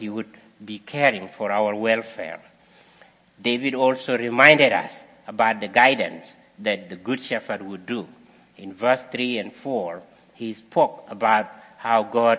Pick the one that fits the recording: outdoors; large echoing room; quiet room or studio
large echoing room